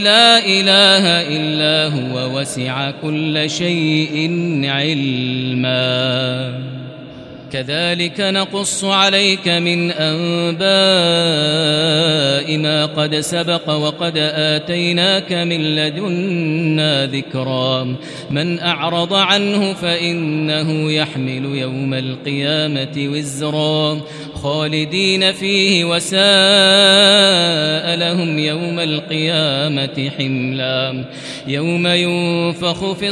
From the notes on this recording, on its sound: This is Live Recitation from Masjid ul-Haram in Al-Makkah Al-Mukarramah, 1440 H./2019 A.D.